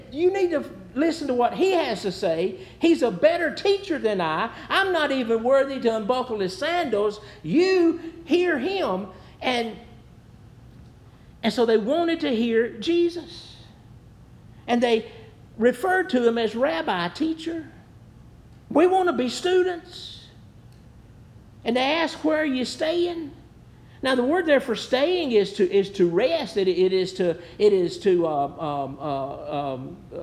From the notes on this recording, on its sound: Preached at New Hope Baptist Church.